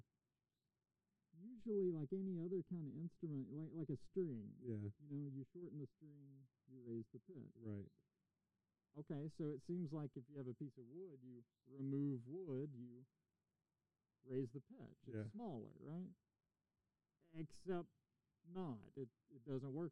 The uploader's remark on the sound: We had a fun chat in his driveway in front of his studio, the weather was nice, some bird noises snuck in on me which is cool